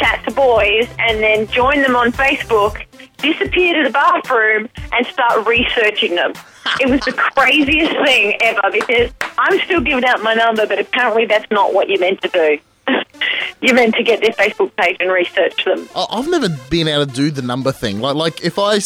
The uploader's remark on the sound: Live from London. This is the complete phone call.